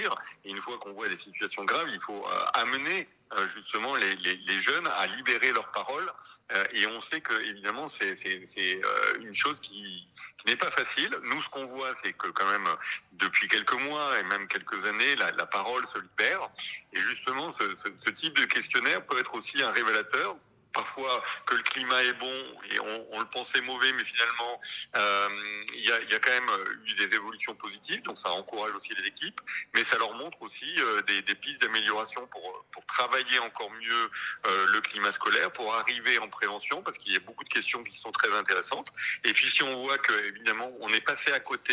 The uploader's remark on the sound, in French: Pour cette nouvelle semaine de direct Radio2B On Air. Par téléphone.